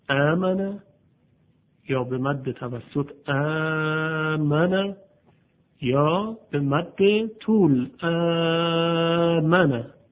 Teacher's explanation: کلماتی مثل آمنه در روایت ورش به تثلیث مد خونده میشه · Term: تثلیث مد بدل